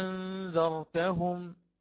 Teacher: انظروا ماذا فعل، مد الأولى، قال هكذا حركتين، أتى بالتسهيل في الثانية بعد أن أدخل ألف الفصل